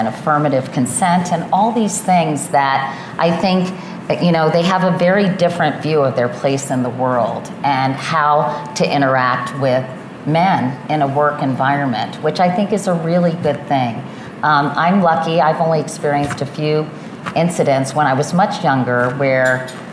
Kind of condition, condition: setting, busy venue